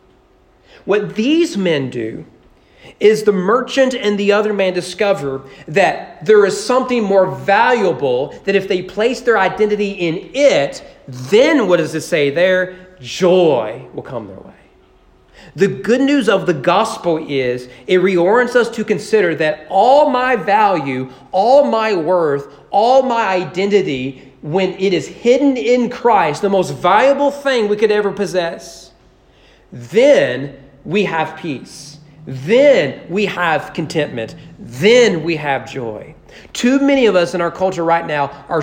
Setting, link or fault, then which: setting, large echoing room